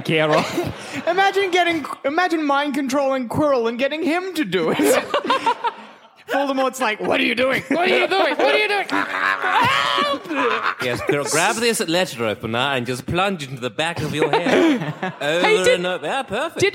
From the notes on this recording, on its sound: Our very first international show! Recorded at Kings Place in London.